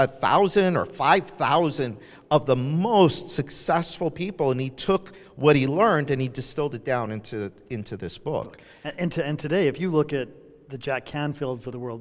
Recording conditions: busy venue